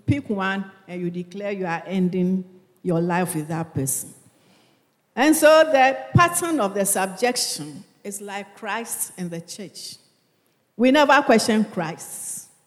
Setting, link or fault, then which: setting, large echoing room